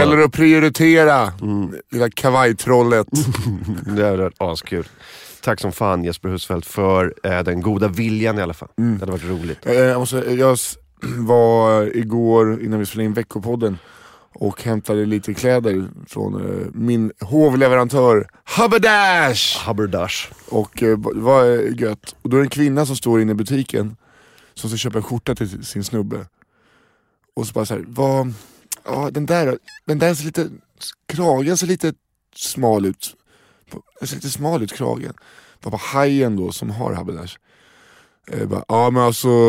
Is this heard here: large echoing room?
no